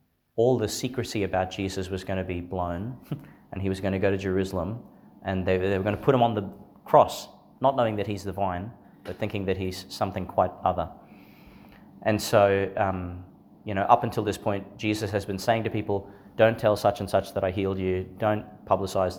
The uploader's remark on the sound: delivered in St Therese's Church, Monto, Qld.